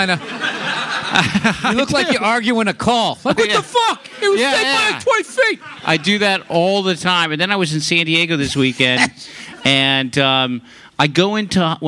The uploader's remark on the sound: Live podcast from the Belly Room of the Comedy Store in Hollywood.